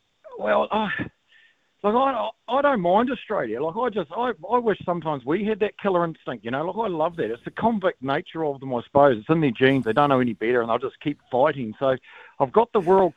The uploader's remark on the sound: hit the phone and text lines for the Saturday Session Talk Back Hour